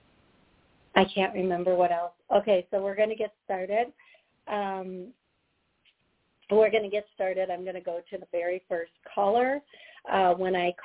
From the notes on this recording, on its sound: Live Call.